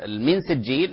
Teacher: من سجيل هذه إخفاء وتغنى مقدار حركتين